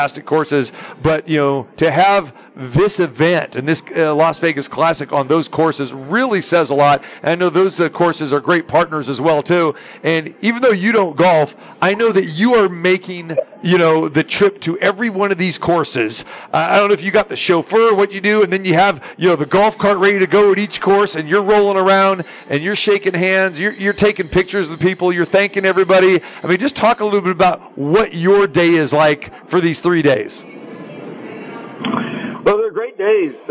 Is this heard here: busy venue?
yes